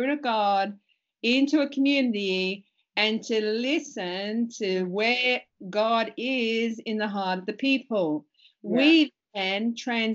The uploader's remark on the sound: Because it was internet video chatting, be prepared for occasional sound quality issues.